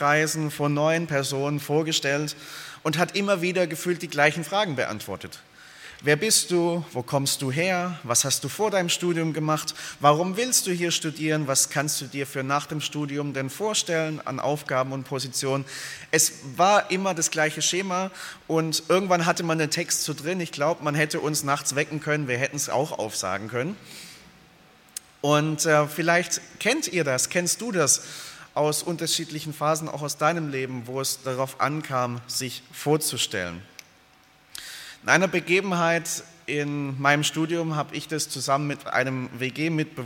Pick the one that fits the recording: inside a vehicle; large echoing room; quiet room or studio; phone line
large echoing room